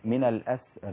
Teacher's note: نميل الراء من الفتح إلى الكسر، فهي بين الإمالة، منطقة بين أو نطق بين الكسر والفتح، فتصير من الأسر يعلم الله في قلوبكم خيرا.